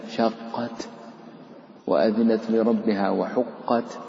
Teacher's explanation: التاء عند سكونك لها تحافظ على صفة الهمس ولكن لا تتعداها إلى حرف آخر